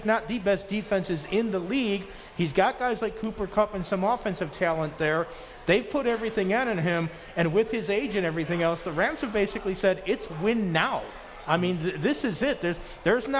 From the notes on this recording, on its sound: Live From The Cosmopolitan